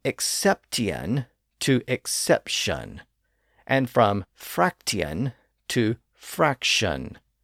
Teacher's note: The T sound shifted to an SH sound, and the two distinct syllables at the end were slurred into one.